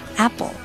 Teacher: apple. Adam's apple.然后 Adam's 的 S 可以和 apple 的 A 做连读。Adam's apple. Adam's apple.那么 apple 苹果这个词呢，当中的双 P 啊，可以把它浊化，浊化成类似于 B， B 的那个音